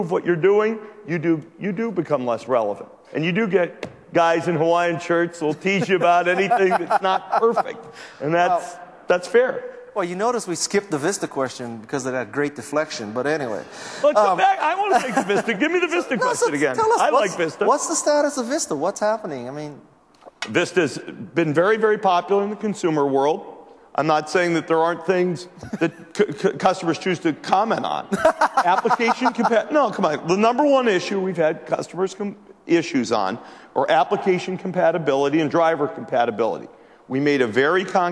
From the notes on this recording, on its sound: Fresh off the press from our MIX08 coverage we bring you a special show highlights from the keynote addresses.